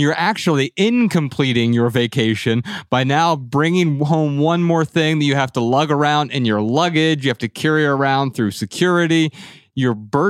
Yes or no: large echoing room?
no